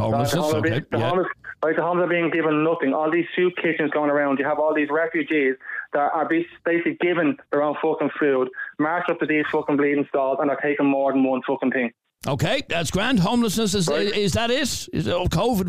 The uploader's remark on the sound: On this episode we heard from lots of callers defending this weeks 'far right protest' outside Leinster House.